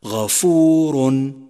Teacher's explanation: وضعت على الراء ضمتين ولكنك نطقت نونا ساكنة · Term: التنوين